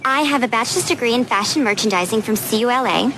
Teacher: What I heard from Reese Witherspoon was sort of a proto-fry.